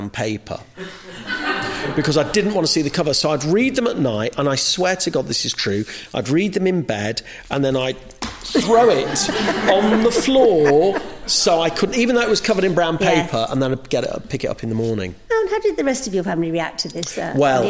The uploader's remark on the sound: In this show, recorded LIVE at the Lyric Theatre Hammersmith.